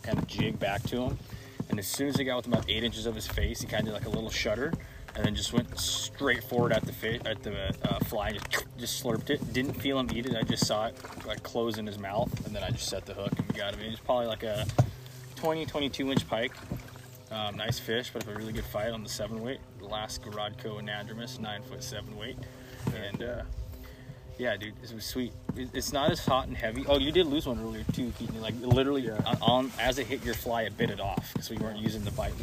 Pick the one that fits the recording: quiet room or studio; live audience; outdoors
outdoors